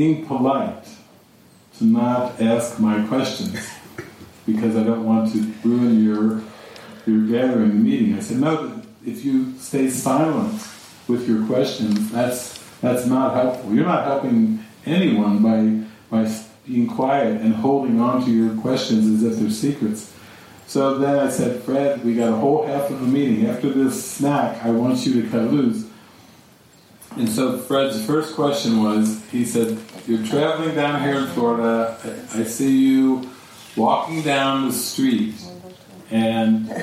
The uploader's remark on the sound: This session was recorded during a weekend retreat at the Sitio Gloria retreat center outside of Sāo Paulo, Brazil, in the afternoon.